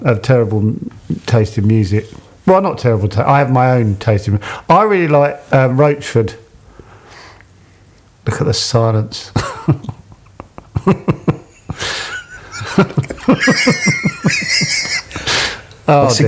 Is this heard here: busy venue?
no